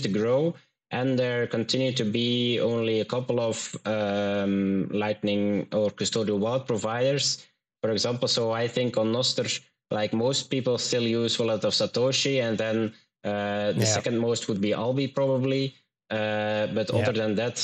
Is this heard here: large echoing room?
no